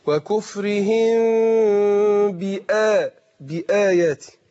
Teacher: نحقق الهمزة بتخرج من أقصى الحلق، مع كون إن الهمزة إيه حرف مستفل مرقق